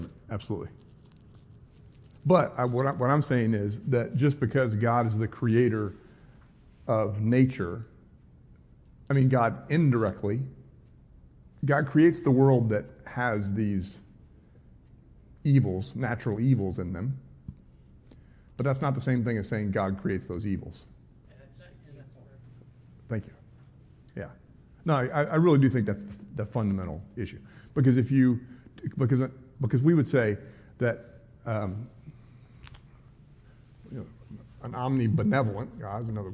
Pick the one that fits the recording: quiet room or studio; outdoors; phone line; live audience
live audience